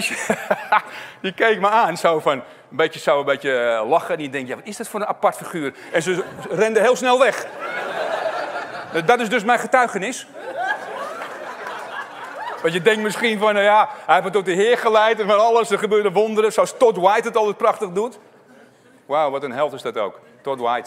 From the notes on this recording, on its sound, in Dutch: opgenomen op 17 september in Shelter Haarlem